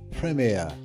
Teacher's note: We don't say it Premier, but I love the way the British say it. They put emphasis on the Prem, and they put emphasis on the air.